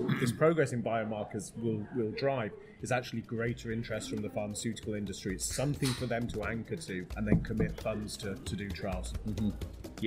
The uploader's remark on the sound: We broadcasted live from the 2023 Parkinson’s Progression Markers Initiative (PPMI) Annual Meeting. This interview took place on-site at the recently wrapped up annual event of the Michael J Fox Foundation in New York.